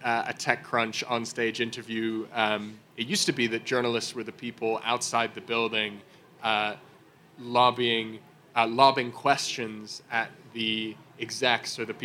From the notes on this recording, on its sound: live from the Google Assistant Playground at the Consumer Electronics Show (CES) in Las Vegas